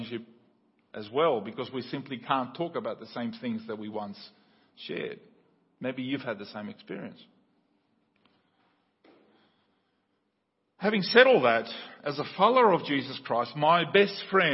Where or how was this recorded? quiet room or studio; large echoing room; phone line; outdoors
large echoing room